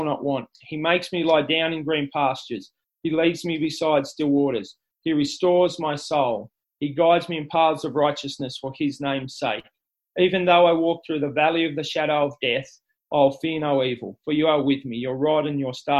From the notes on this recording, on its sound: This talk was delivered via Zoom.